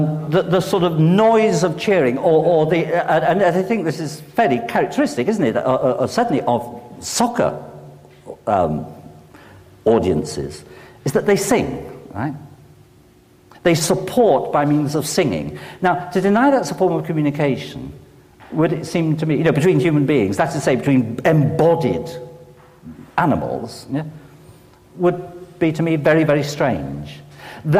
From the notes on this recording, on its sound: delivered this lecture on May 14, 2008 at Swift Hall